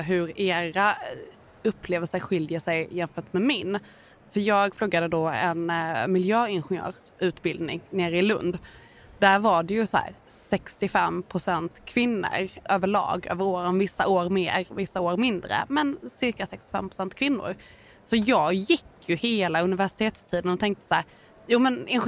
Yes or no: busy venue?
yes